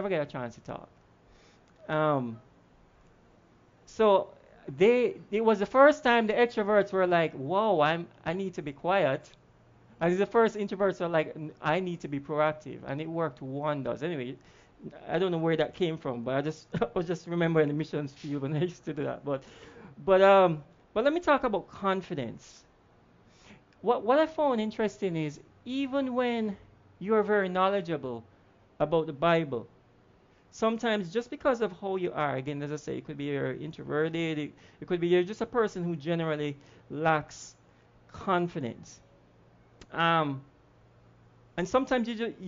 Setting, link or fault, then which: setting, large echoing room